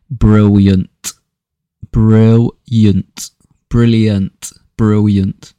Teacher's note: Brits tend to say brilliant, with a slight clipped T at the end.